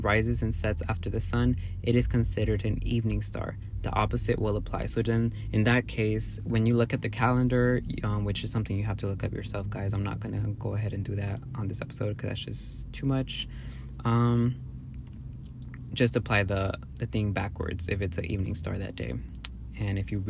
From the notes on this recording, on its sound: Take myself out to get boba & record this episode in my car. It was definitely a vibe sipping boba & talking in my car while I watched the sun set.